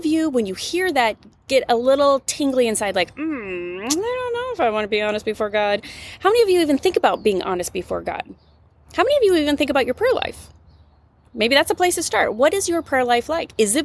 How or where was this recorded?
outdoors